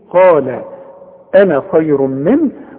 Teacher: يبقى تخلي على النون فتحة فقط بدون مد